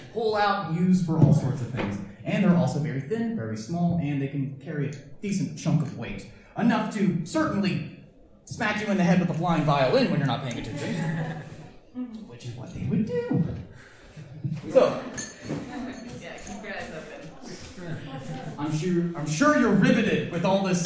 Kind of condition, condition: setting, busy venue